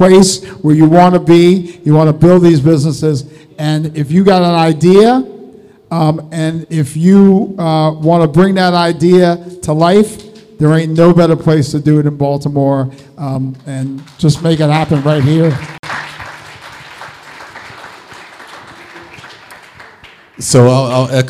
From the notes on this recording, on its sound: Live podcast recording of the NoPixAfterDark conversation series at the Baltimore Peninsula!